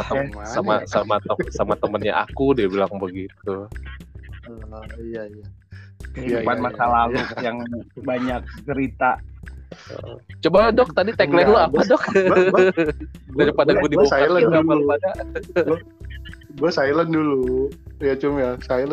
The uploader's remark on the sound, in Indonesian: Dengan kemasan menggunakan handphone kami bongkar semua, jadi mohon maaf kalau sinyal terputus dan banyak delay-nya.